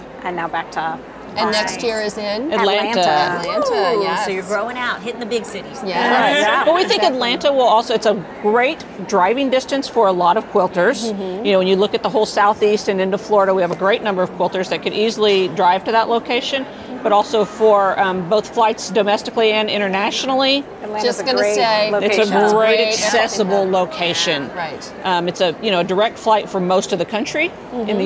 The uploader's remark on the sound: live from the QuiltCon show floor